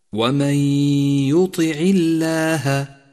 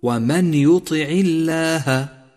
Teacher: وقد لونت النون باللون الرمادي لأن أثرها سقط من اللفظ تماما، ولونت الياء باللون الأخضر إشارة من مصحف التجويد إلى موقع الغنة، وزمن الغنة حركتان بشكل دائم · Shown in: first take · Term: الإدغام بغنة